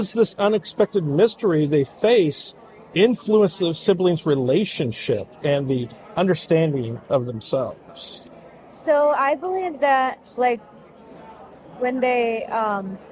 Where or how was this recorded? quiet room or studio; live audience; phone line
live audience